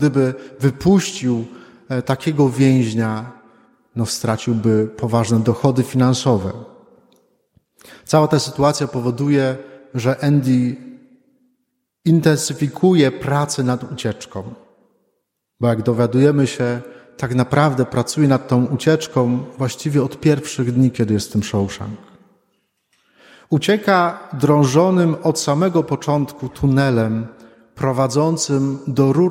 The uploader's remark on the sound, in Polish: Wigilia Paschalna. Nagrania homilii i kazań wygłoszonych w parafii WNMP w Opolu Gosławicach.